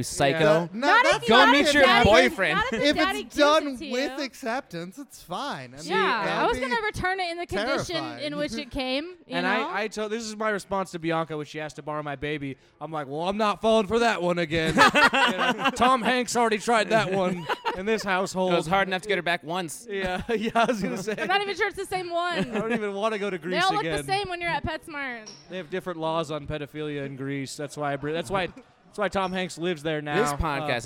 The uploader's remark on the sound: Back at it again Live from the Off The Deep End headquarters -none other than House of Bards! For our Comedy Open Mic night here in Tucson Arizona!